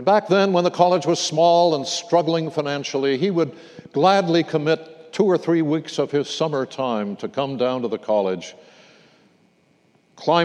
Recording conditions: large echoing room